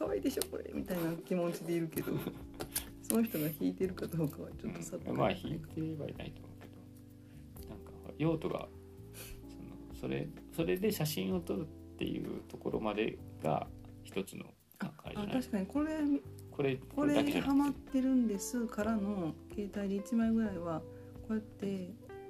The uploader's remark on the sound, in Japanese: トライアル的に録音してみた回です。子供が寝たあとで、夜な夜な作業している。試しに録音してみた回なので、色々と説明もなく音量なども聞き取りづらいとおもいます。